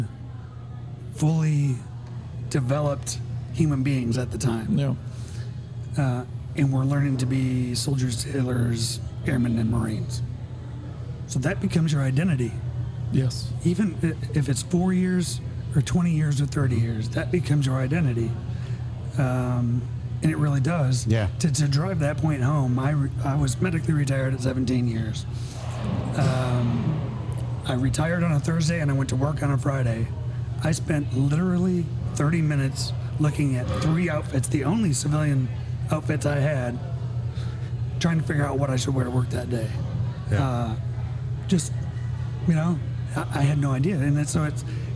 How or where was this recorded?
busy venue